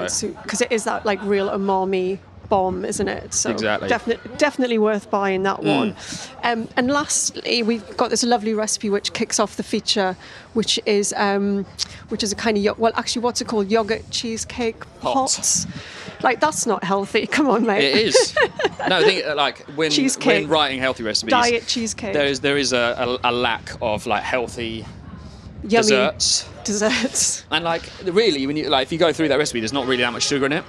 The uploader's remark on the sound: This podcast was recorded live at the Tower of London Food Festival.